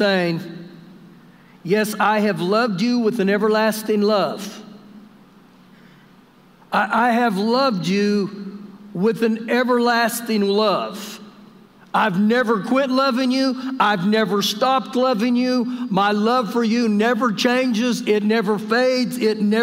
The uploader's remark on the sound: Recorded live during our Sunday morning service